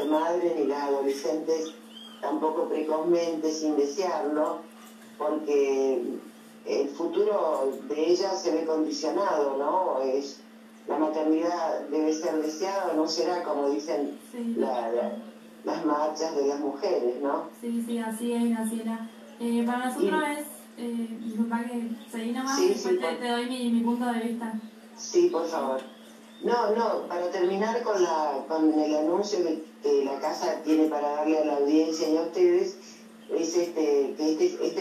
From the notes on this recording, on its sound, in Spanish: La charla por zoom.